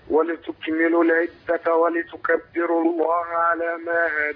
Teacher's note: أنا عندي اللام مكسورة فلابد من تحقيق الكسر